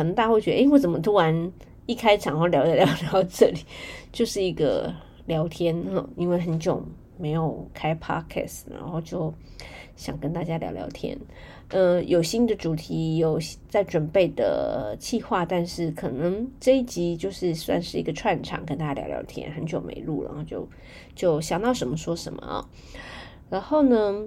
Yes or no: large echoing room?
no